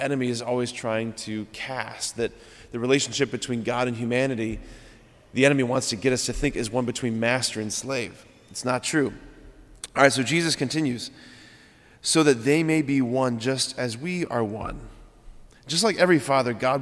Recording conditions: large echoing room